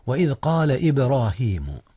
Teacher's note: قلقلة جاءت هنا في باء إبراهيم